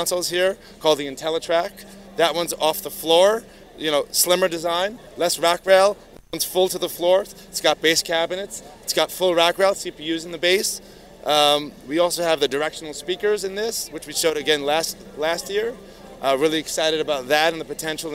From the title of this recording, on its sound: NABShow Video Interview